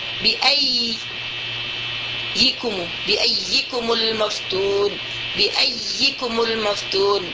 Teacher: Itu adalah ay ya layyinah, boleh. Ya lin boleh diidghamkan ke ya mutaharikah karena makhrajnya sama.